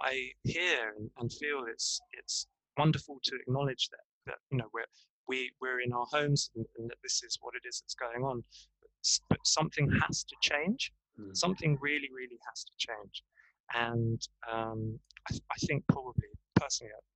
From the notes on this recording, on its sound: the sound is a little whack but that is the wonder of zoom, headsets and transcontinental Wi-Fi connections.